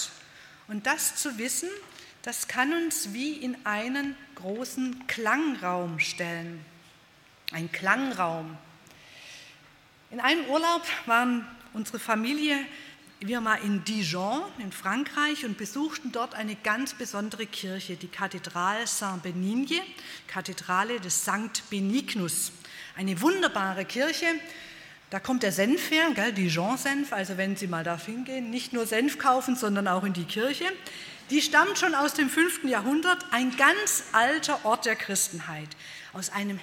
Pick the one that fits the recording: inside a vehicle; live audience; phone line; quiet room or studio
live audience